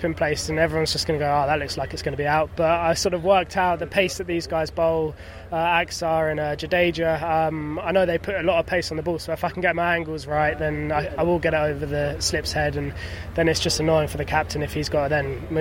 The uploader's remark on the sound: Live from the back of a Tuk-Tuk. Hyderabad.